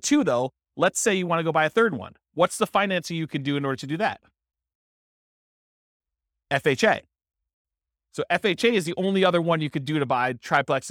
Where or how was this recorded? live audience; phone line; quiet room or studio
live audience